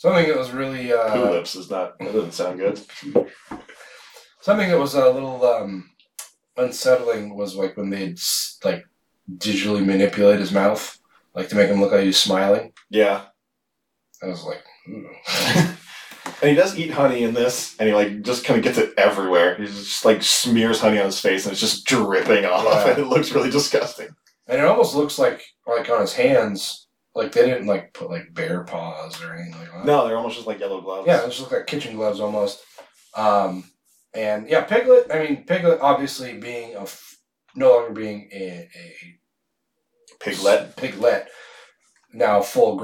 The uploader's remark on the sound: We made an oopsie with the sound on this one.